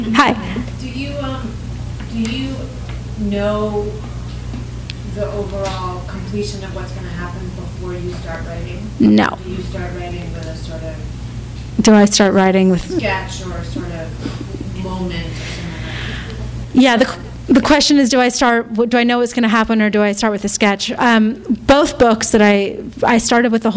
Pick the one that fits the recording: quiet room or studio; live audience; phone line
live audience